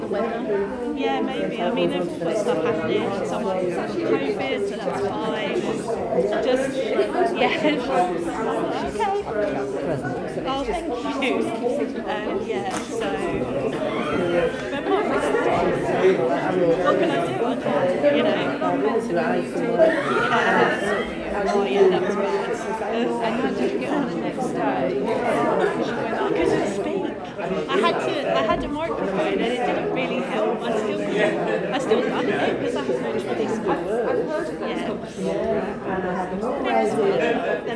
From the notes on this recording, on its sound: The third panel from The Darkside of Brighton book festival held at the Old Ship Hotel in Brighton on 28th October 2023